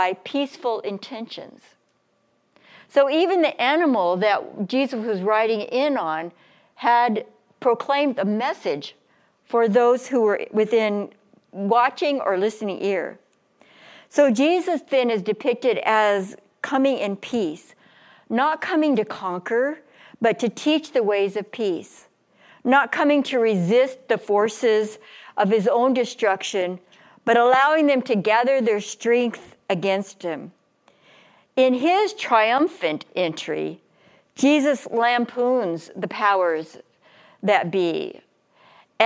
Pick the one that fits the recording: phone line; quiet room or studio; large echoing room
large echoing room